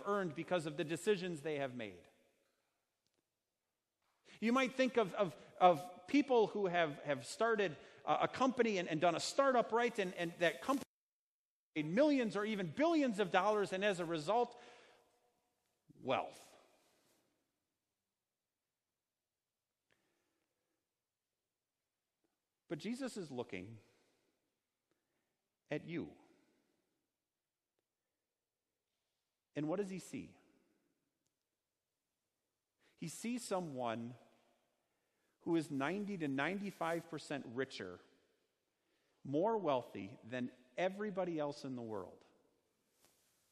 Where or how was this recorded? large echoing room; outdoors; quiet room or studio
large echoing room